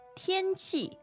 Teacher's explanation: Now, the tones there are First and fourth.